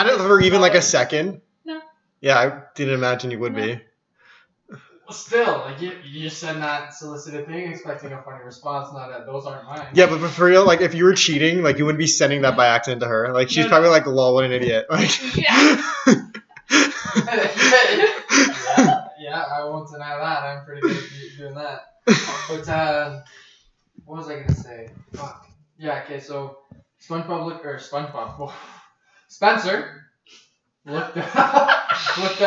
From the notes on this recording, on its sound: I really fucked this one up, listen if you want, sounds like ass the whole way through.